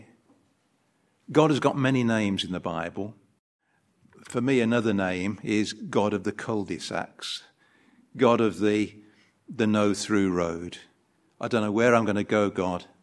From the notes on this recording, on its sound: An edited video recording of the Sunday service.